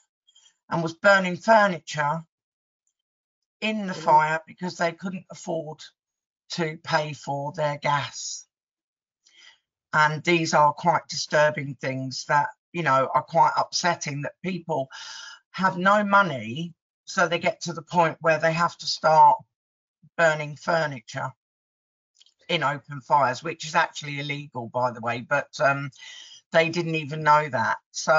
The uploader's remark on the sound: Recording to the Propertymark webinar presented by Inventory Base